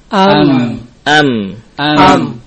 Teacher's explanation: Kalau kita sukun huruf ini, am, kita rasakan ada sautun, ada suara yang mengalir ke rongga hidung. · Term: gunnah